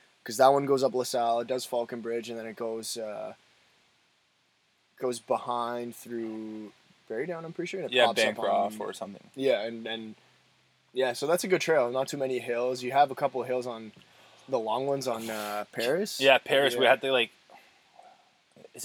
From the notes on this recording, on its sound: The boys are live from Marten River Provincial Park.